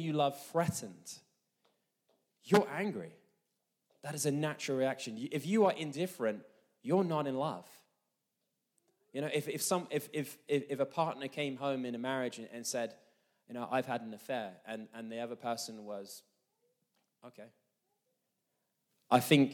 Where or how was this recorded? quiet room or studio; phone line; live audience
live audience